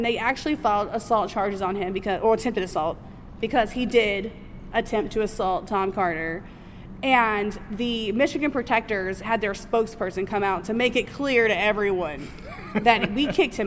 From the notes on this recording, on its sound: The audio is a little rough on this episode because we recorded it live at our very first convention! However, I have edited it.